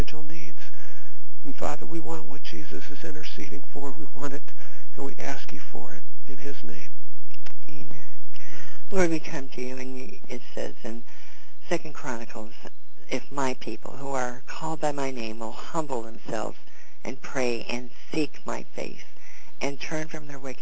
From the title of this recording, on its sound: CONFERENCE CALL